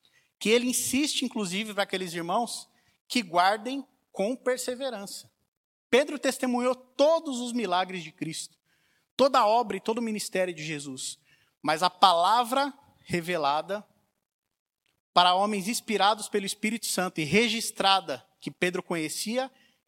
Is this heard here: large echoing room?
yes